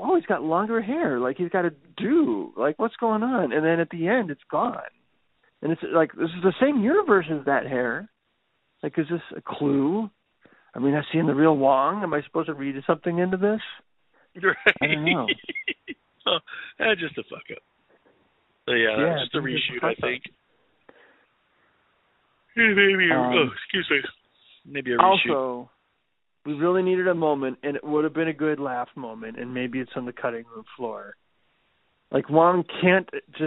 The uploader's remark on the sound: They couldn't wait to get to their respective studios, so eavesdrop on this phone call ( phone call!).